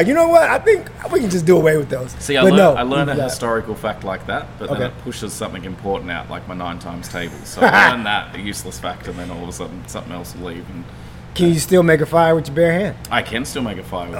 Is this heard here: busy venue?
yes